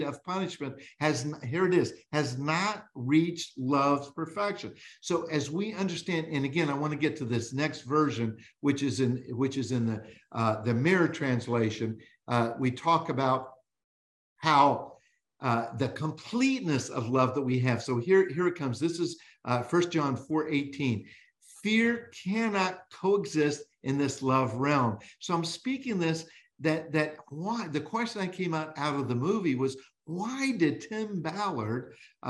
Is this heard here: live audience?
no